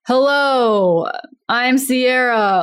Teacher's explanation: an authoritative voice, which is strong but low.